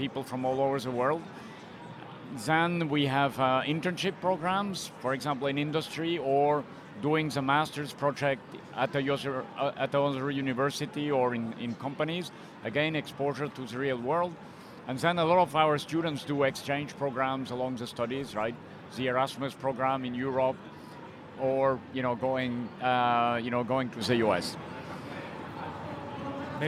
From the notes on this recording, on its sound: Recorded LIVE From CES. LIVE on stage at the Swiss Tech Pavilion.